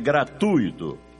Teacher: O certo é gratuito, com U tônico. A sílaba tônica recai no U e não no I